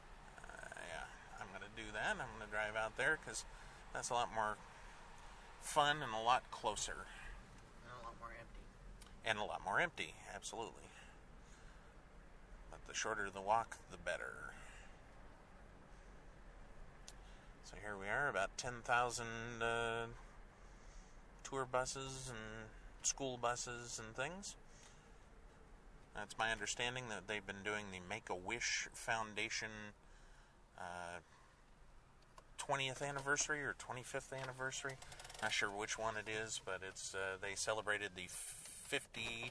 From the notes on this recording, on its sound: ALMOST LIVE from Disneyland! Take you on a quick trip into the park on the evening of their arrival in Anaheim. This guerilla podcast takes you from the freeways of Southern California, to one of Disneyland's Major E-Ticket attractions. STEREO.